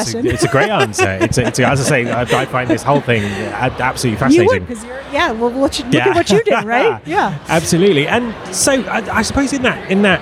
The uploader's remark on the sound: at the recent UNLEASH America conference